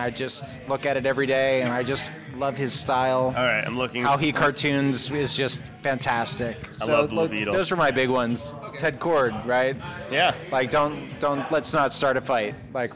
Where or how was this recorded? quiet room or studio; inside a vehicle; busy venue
busy venue